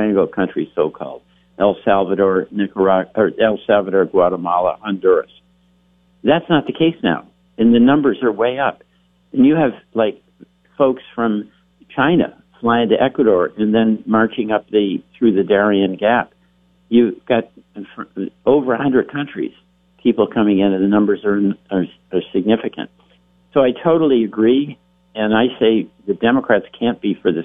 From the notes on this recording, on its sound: Calls. From Washington.